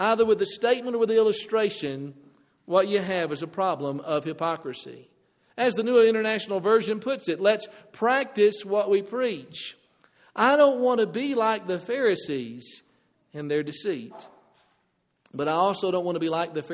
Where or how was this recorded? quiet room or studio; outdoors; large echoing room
large echoing room